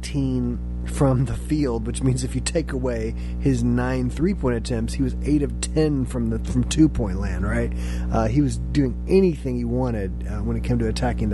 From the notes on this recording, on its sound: Apologies for the background "hum".